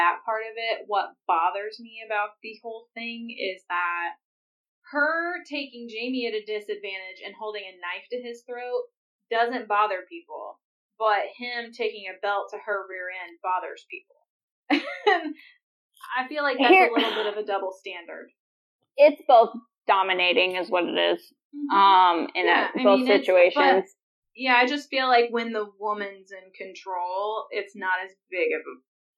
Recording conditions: poor sound quality